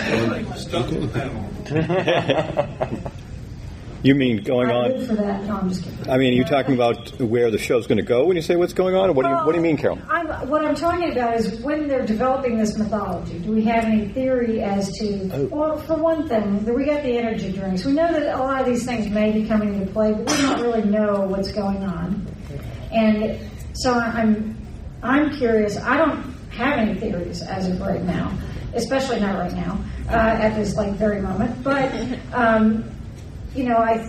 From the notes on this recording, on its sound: Fan Panel at DragonCon ’15. Was able to Skype.